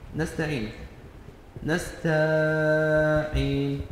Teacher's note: مد الفتح على التاء حتى يخيل المستمع أن بعد التاء ألفا